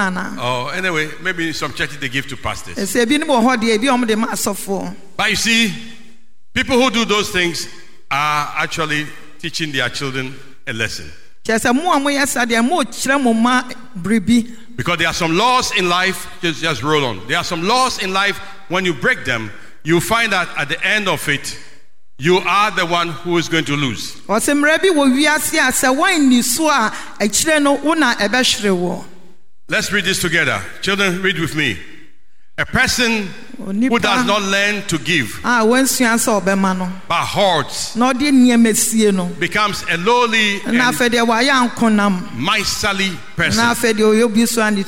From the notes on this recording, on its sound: Sermon preached at CBC Shiashie Campus.